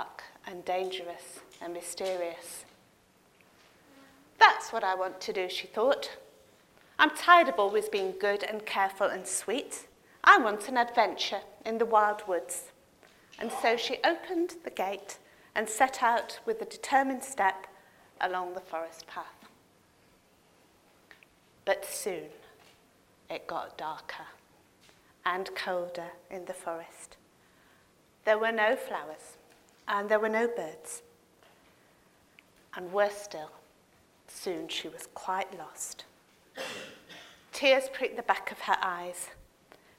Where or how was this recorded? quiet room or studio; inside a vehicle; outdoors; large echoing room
large echoing room